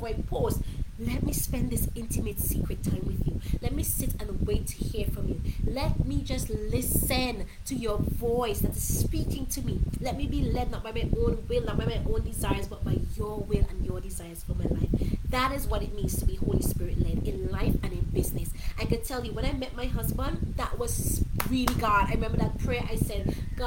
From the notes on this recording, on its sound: In this episode I went live from my old bedroom back in my parents house in SVG. It was super hot so the fan was on, therefore, the audio is not the best.